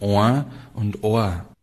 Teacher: das eins nasaliert ist und durch die Nase gesprochen und zwei ist nicht nasaliert